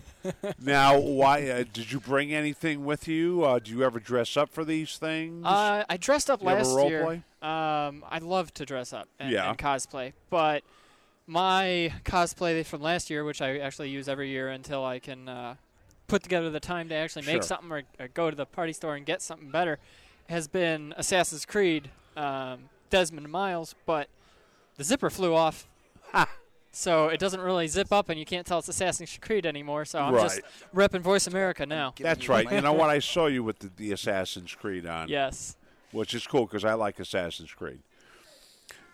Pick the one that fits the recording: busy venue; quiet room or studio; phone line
busy venue